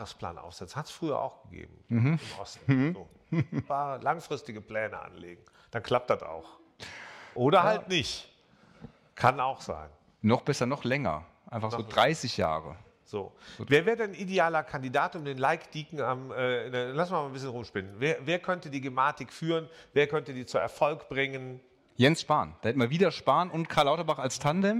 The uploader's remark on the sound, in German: Unser Podcast wurde diese Woche in einem etwas anderen Setting als üblich aufgenommen: nämlich live von der Bühne der MVDA Delegiertenkonferenz. Vor den rund 250 Delegierten.